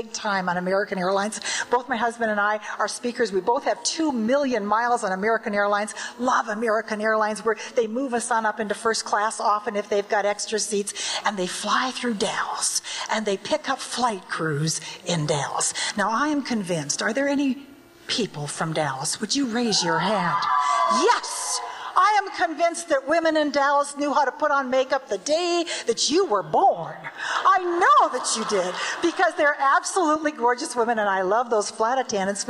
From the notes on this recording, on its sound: recording of a Toastmasters International Convention keynote address from Atlanta